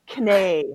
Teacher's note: all of those silent Ks in English, we used to just say like knay for knee